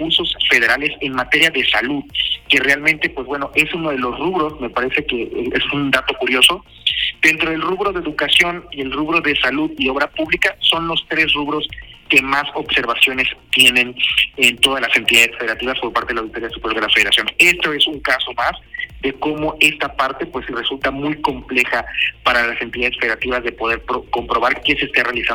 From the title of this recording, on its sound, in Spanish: Entrevista telefónica